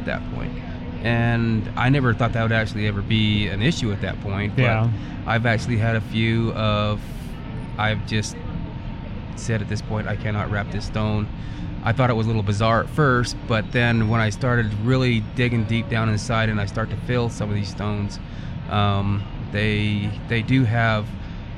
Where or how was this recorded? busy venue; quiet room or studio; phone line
busy venue